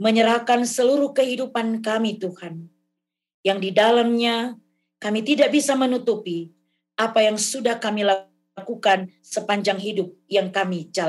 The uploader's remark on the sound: RSK 98.6 FM: Ibadah Minggu GKI Kalvari. Zoom Meeting.